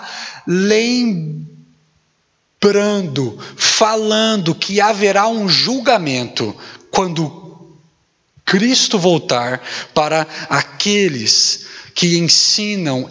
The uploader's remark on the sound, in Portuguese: Mensagem gravada na Igreja Batista Jardim Minesota